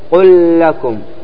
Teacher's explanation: تصبح اللام واحدة مشددة هكذا